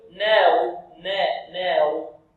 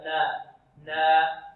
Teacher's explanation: الصحيح والله أعلم أنه يفتح النون فتحا متوسطا · Shown in: second take · هكذا نا نا، يعني ينطق النون مجردة عن الواو، يحاول أو يجرب أن ينطقها ماذا؟